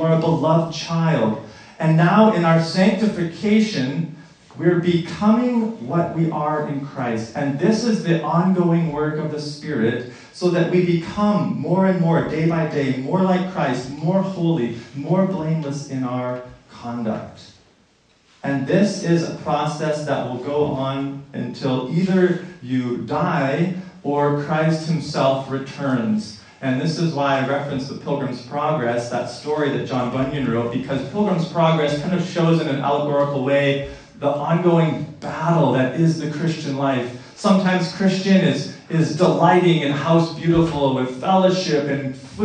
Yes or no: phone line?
no